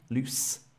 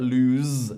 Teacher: So loose. We get to the S faster and the S is like hard. Loose. Whereas lose is longer and the S is voiced. That means we still use our voice when we say it.